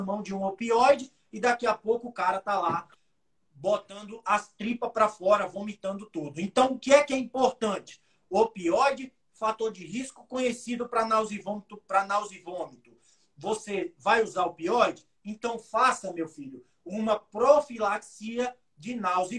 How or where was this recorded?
video call